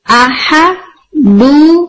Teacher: visible नहीं है, आपको नजर नहीं आ रहा लेकिन आपको सुनाई दे रहा है अहदुन, तो नून साकिन आपको सुनाई दे रहा है